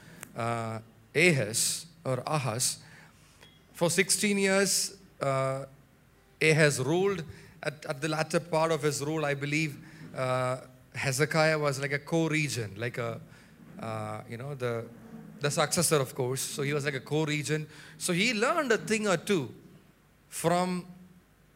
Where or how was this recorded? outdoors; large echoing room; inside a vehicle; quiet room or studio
large echoing room